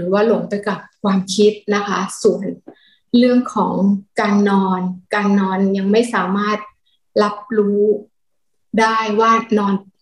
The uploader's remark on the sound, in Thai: เป็น 1 ใน 3 คอร์สออนไลน์ (ผ่านโปรแกรม Zoom)